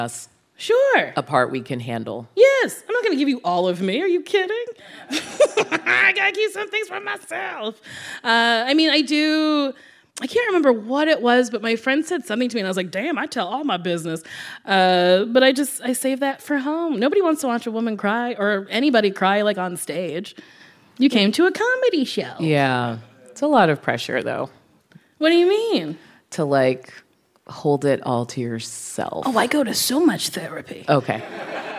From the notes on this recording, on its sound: The pair sat down in front of a live audience in Los Angeles earlier this year.